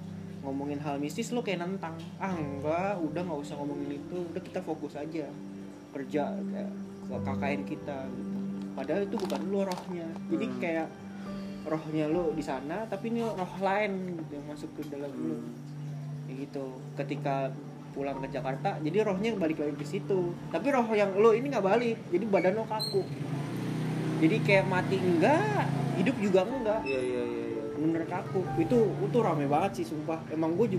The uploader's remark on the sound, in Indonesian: Kita recording situasi ramai karena kami selalu terganggu ketika record tengah malam.